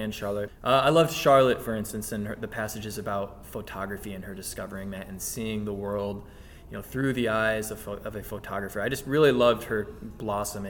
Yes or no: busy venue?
yes